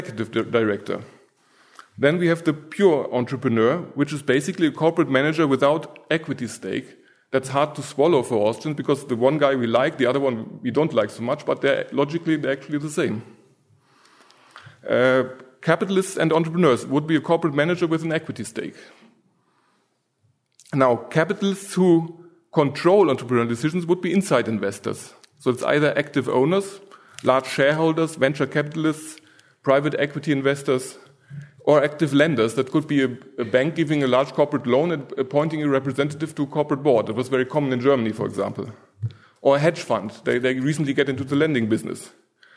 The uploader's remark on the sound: From the session on "New Frontiers in Austrian Economics," presented at the Austrian Economics Research Conference. At the Ludwig von Mises Institute in Auburn, Alabama.